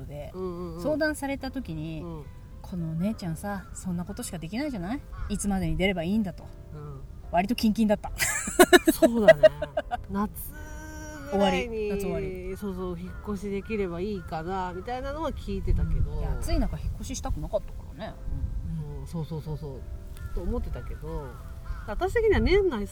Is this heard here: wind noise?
yes